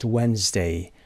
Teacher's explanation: دی تلفظ نمیشه دقت داشته باشید. Silent letter هست.